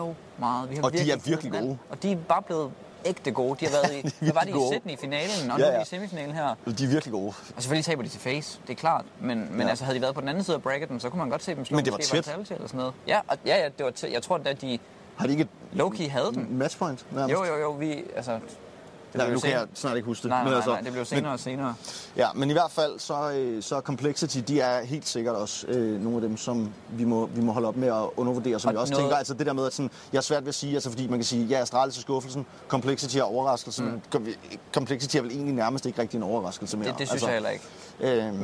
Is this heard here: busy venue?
yes